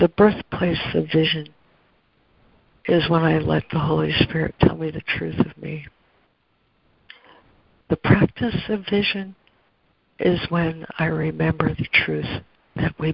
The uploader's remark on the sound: ACIM Daily Conference Call.